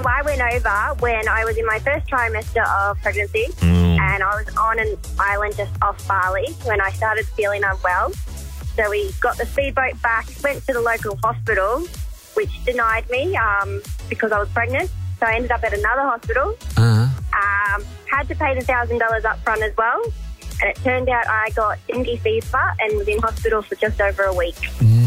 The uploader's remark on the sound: phoned